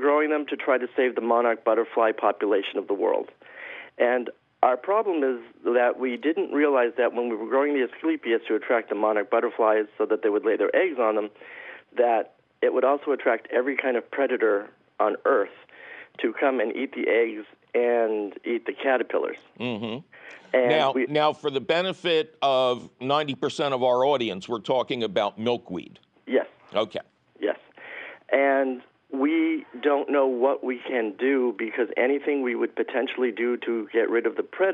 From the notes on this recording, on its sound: Your Fabulous phone calls.